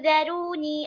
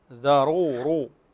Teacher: الراء هنا مفخمة لأنها مضمومة